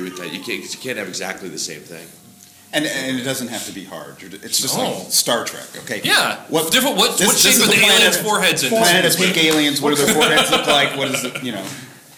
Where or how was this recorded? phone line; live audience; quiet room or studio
live audience